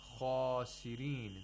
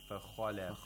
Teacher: when we say khasirin, the mouth opens vertically a lot more than whenever we say fakhalaf